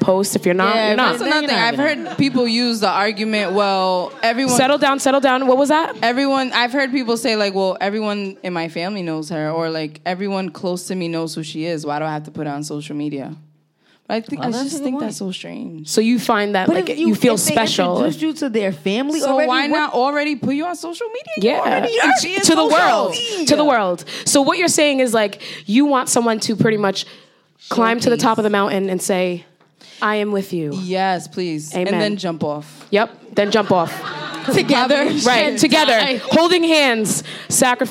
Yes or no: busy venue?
yes